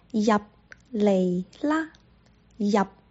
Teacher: 我们是闭唇音，说完入的时候上下唇要闭起来